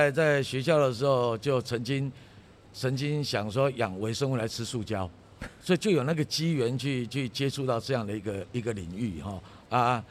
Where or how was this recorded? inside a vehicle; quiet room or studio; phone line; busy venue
busy venue